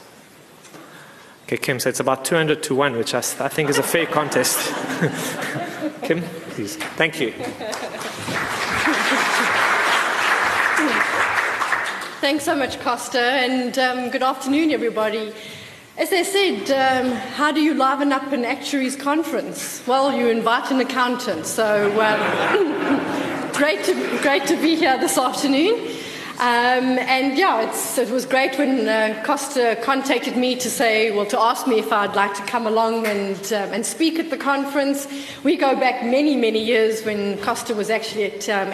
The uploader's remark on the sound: Pensions Conference held at the Lord Charles Hotel on Monday 3 August 2015